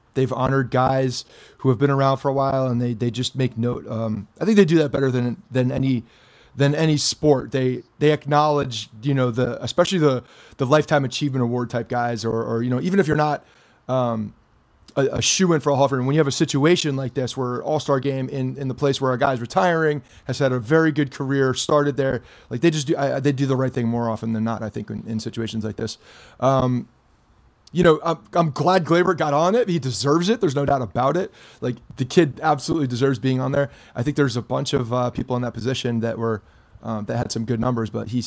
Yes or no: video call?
no